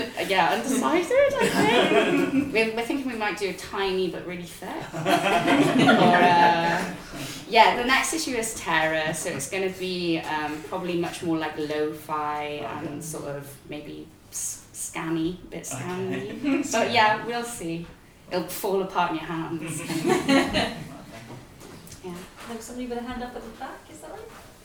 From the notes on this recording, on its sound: Recorded live on Tuesday 10th October at The Scrandit in Bristol